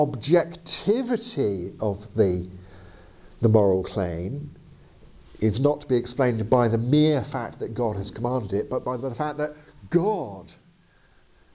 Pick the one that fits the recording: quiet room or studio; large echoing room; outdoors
large echoing room